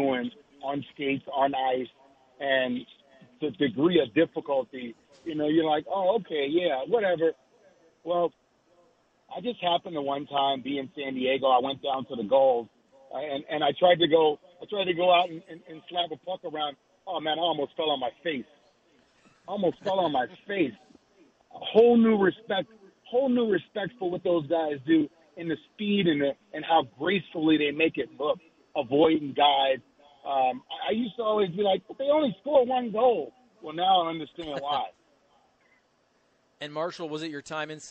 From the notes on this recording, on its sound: broadcasting live from Schnucks in Dardenne Prairie